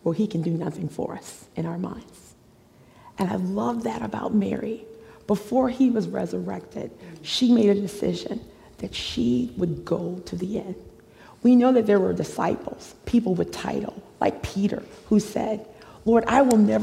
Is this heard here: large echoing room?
yes